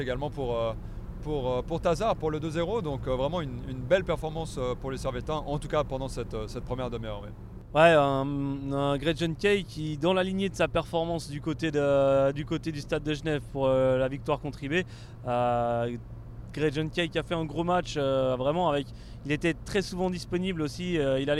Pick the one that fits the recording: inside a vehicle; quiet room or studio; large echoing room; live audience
inside a vehicle